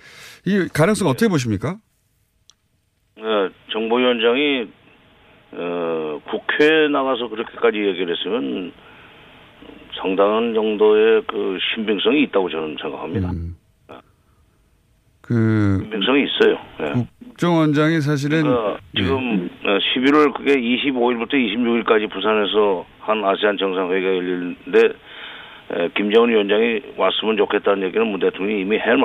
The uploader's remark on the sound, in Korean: 전화연결